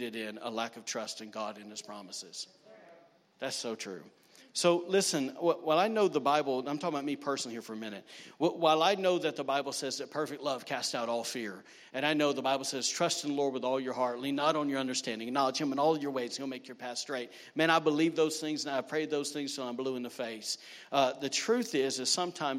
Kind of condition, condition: setting, large echoing room